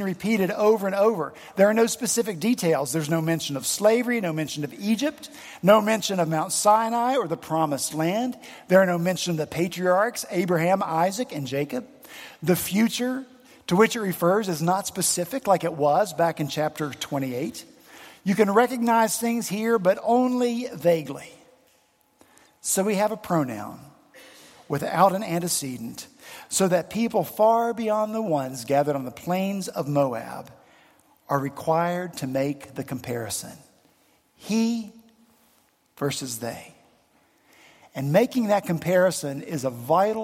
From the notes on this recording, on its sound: at Redeemer Presbyterian Church in Charleston, SC